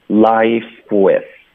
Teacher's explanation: life 的 f 音跟 with 要连读